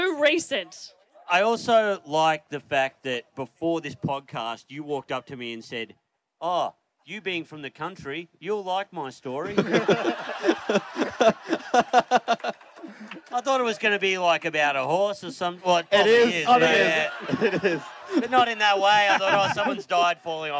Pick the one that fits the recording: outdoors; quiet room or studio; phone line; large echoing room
outdoors